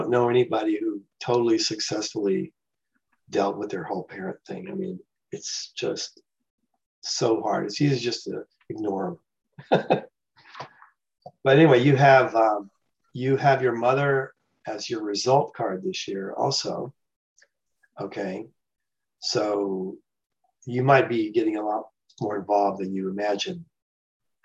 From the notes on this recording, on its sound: The shows are now all hosted on Zoom.